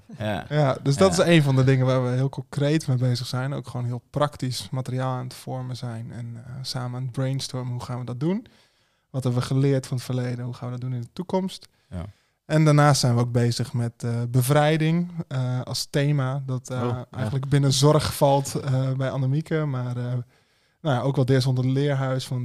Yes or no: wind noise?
no